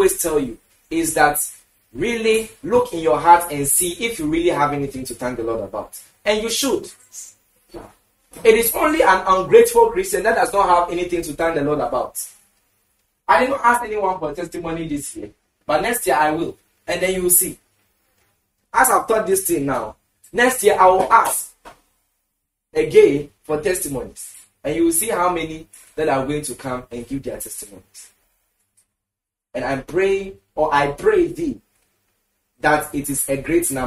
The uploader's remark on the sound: Preached at the The Annual Thanksgiving Services, Accra, Ghana.